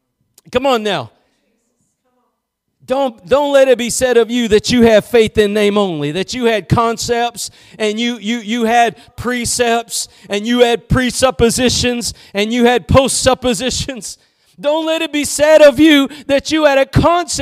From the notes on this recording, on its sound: Preached at Gospel Lighthouse in Bossier City, La.